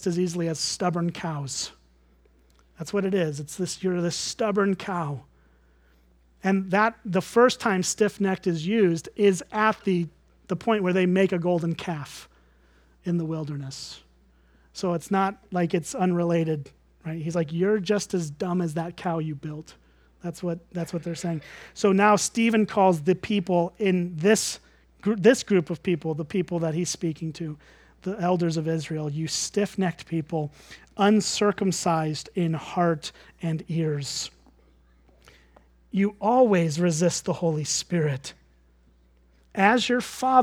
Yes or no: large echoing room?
yes